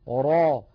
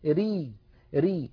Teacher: الراء العربية إما أن تكون مفخمة راء، وإما أن تكون مرققة ري ري